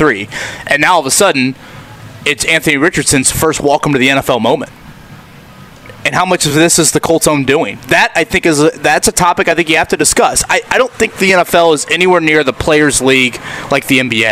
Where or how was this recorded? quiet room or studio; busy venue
busy venue